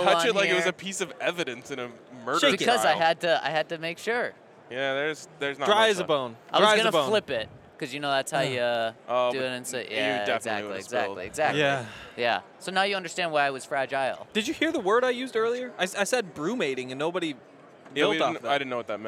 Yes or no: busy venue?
yes